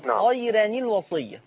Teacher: هتفضل محتفظ بالترقيق مع كسر التنوين